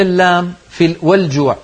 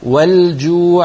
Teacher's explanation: بين اللام في والجوع. والجوع لأنها قمرية